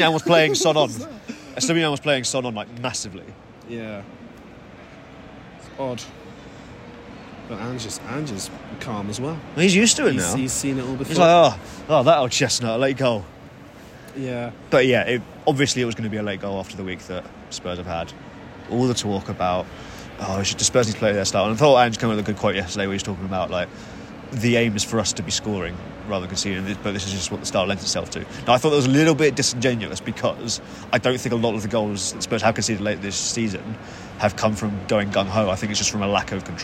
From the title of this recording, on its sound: From the Tottenham Hotspur Stadium